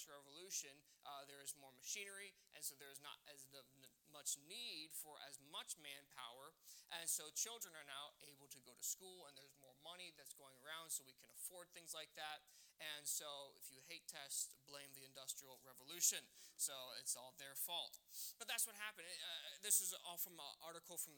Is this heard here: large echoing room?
yes